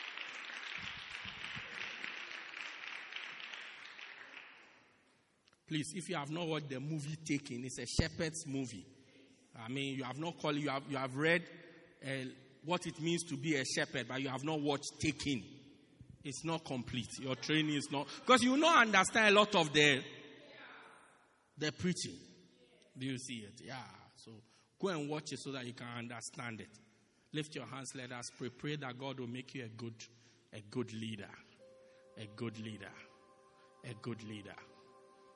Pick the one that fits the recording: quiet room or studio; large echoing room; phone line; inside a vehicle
large echoing room